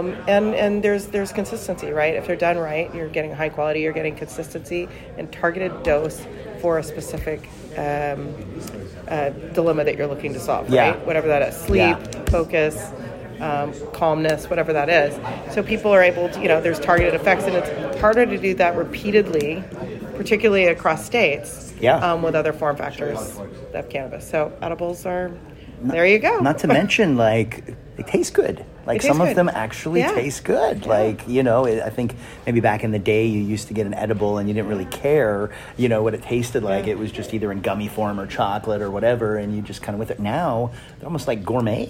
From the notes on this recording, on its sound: on-site interview recorded in Miami at the Benzinga Cannabis Capital Conference